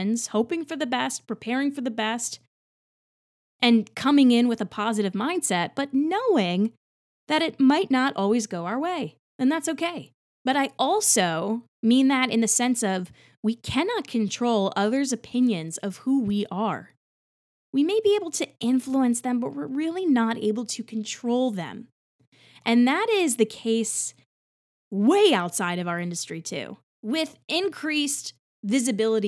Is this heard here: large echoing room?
no